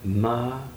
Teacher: the word Maranatha. That's four equally stressed syllables. And you sound those syllables interiorly, silently, without moving your lips.